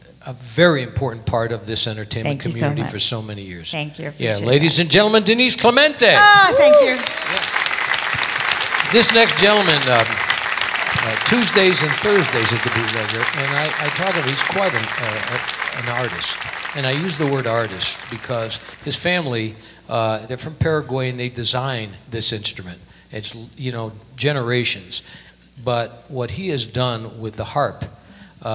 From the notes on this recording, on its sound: Live at the SouthPoint Casino